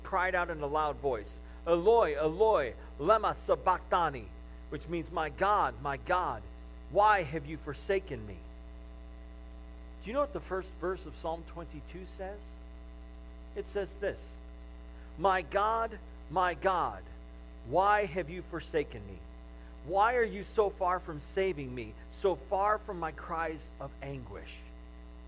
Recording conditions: large echoing room